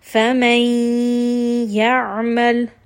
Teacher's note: So here, فمن، نون has a سكون، يعمل، we have the letter يا. We are going to merge these together with إدغام، and we are going to give it أكمل غنة، or the most complete غنة. فمن يعمل. Now you can hear I am stopping here, I'm bringing it up into the nose.